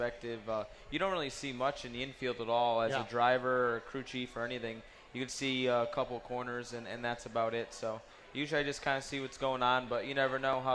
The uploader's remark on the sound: Winged Nation Live from the 59th Annual Knoxville Nationals. It is Night 1 of the Knoxville Nationals and Winged Nation is there LIVE!